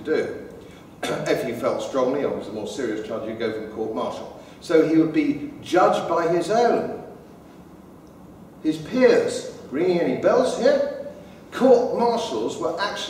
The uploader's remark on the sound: Talk given at the Traditional Britain Conference 2014